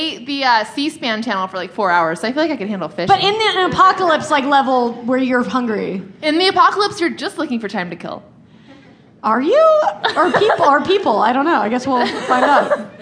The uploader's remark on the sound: Live from Chicago! The ladies are live from Chicago's Promontory Theater for the Chicago Podcast Festival.